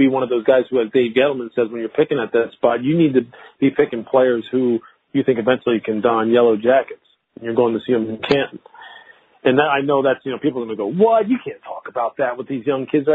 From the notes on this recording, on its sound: NFL Draft media conference call.